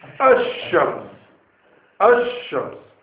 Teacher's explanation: But if the beginning of the word has a letter which belongs to the letters which are called the letters of sun, then the lam will not be pronounced, meaning the lam will disappear into the sheen. And there will be idgham.